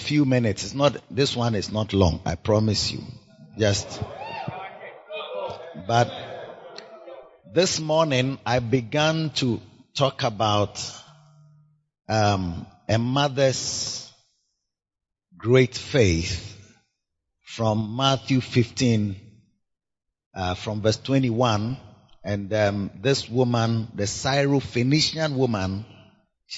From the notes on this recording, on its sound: Preached at the Makarios Shepherds Impartation Service